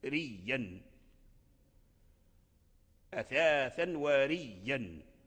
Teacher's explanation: وقرأ ورش بعكس ذلك، أي من أصول ورش، من أصول ورش أنه يحقق الهمز، من أصول قالون أنه يحقق الهمز في مثل هذا، لكن هنا أبدل، فقرأ ريا ريا بإبدال الهمزة ياء، وأدغم الهمزة المبدلة في الهمزة الأصلية، فأصبحت ياء واحدة مشددة